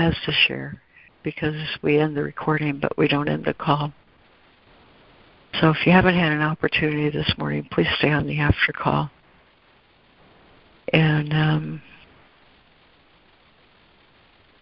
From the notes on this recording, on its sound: ACIM Daily Conference Call.